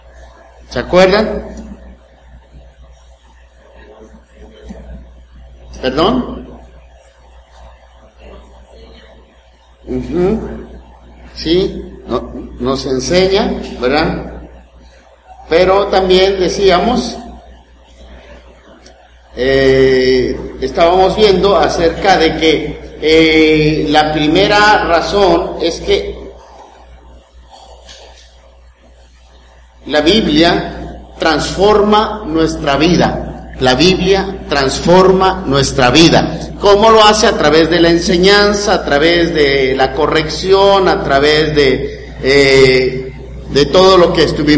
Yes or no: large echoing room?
yes